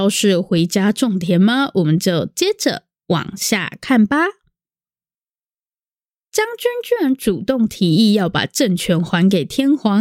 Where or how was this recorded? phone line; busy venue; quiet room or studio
quiet room or studio